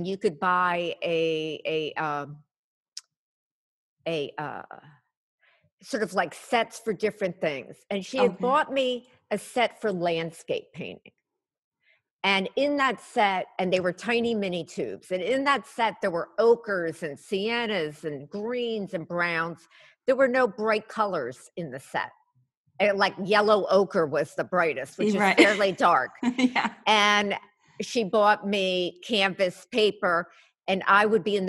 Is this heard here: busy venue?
no